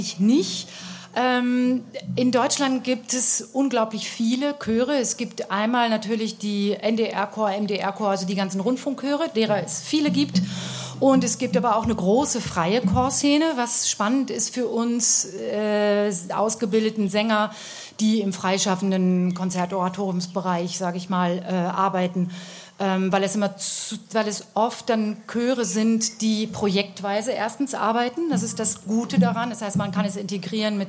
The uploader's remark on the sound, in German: Live vom Vokalfestival Totzenbach